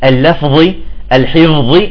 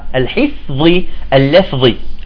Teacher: الفاء تعطيها همس وتكون صافية · Shown in: second take